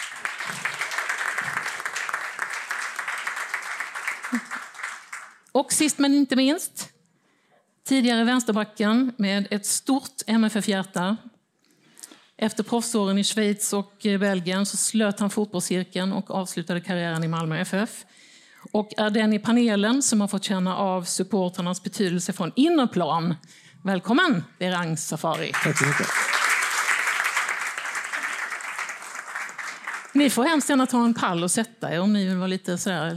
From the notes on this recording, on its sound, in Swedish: Panelsamtalet spelades in på Grand i Malmö den 26 oktober 2022.